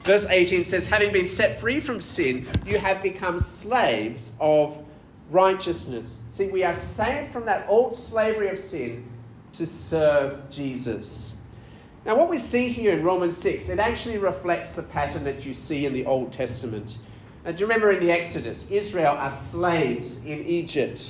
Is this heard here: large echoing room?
yes